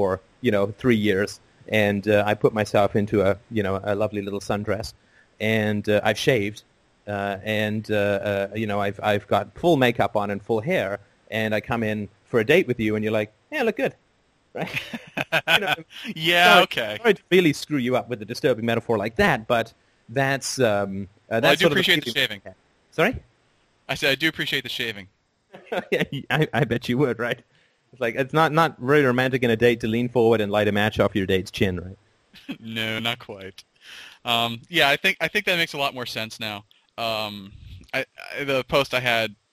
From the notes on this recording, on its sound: Sunday Call In Show.